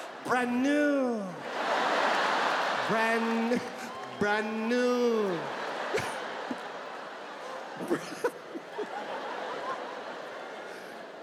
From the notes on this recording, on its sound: His Netflix special, "Live at the LA Forum".